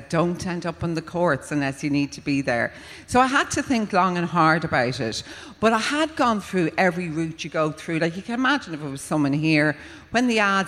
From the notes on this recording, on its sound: For a special live show at Electric Picnic 2022.